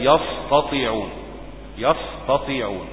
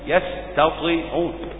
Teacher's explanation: فتقول فلا يستطيعون، يا السين طبعا ساكنة والتاء مفتوح · Shown in: second take